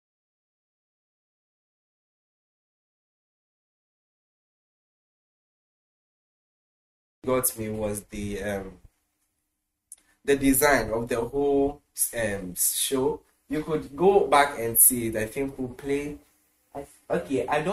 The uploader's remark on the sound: Preached at the The Super Wednesday Midweek Service, Accra, Ghana.